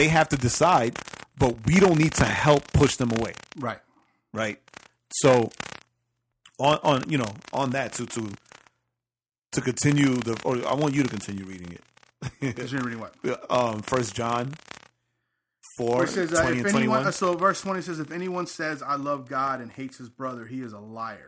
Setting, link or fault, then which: fault, distortion